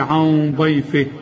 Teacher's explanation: الغنه بقى مفخمه علشان الضاد مفخمه